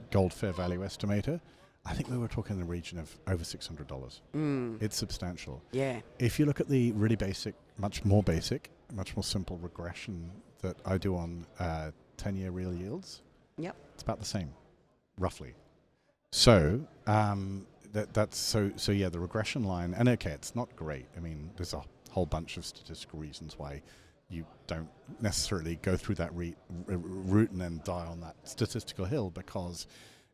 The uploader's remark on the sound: Recorded at the International Mining and Resources Conference (IMARC). Recorded at the International Mining and Resources Conference (IMARC).